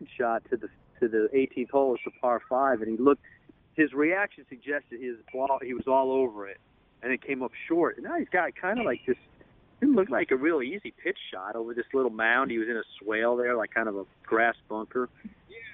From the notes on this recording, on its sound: Emotional phone call after winning the Safeway Open.